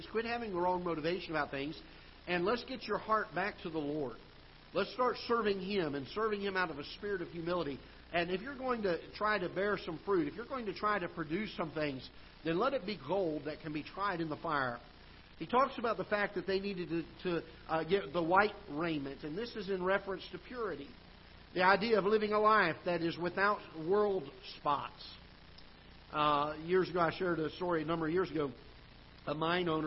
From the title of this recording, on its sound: Ketha Heights Baptist Church ~ Live Broadcast